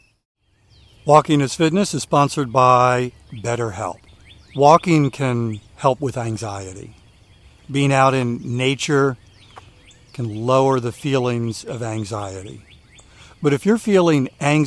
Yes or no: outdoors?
yes